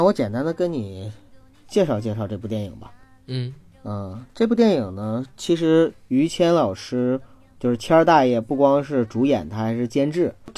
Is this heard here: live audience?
no